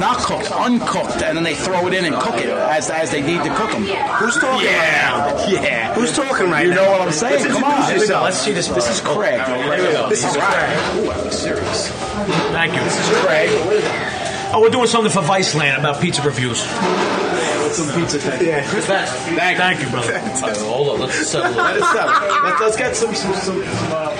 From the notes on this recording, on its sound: Live from Carlo's Pizzeria in Queens.